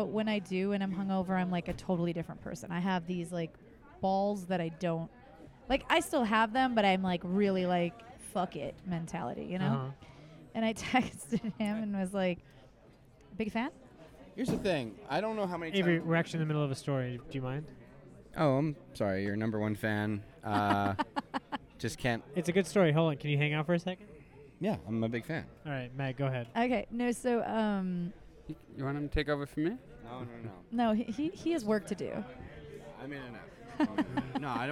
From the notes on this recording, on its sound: A fun episode recorded at The Comedy Store